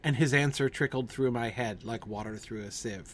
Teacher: Remember that penultimate line there in that first stanza is the first place where we have the first major metrical deviation, that extra syllable, the and, at the beginning of the line. If we didn't have that, it would be a perfect line, but it introduces an extra beat.